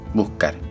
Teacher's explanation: Keep an ear out for the Chilean accent in this series, where the S is often silenced, especially at the end of a syllable